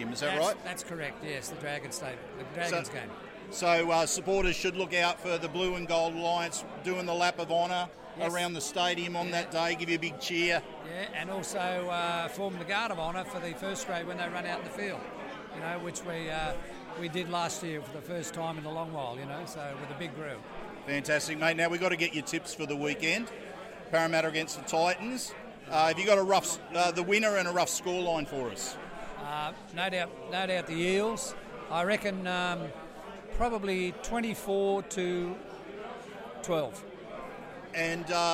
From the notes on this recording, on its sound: Sounds From The 2023 Ted Sulkowicz Memorial Golf Day